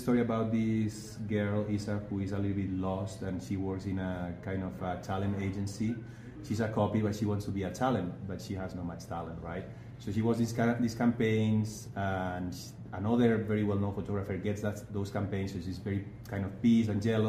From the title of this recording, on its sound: Live from 2024 Sundance Film Festival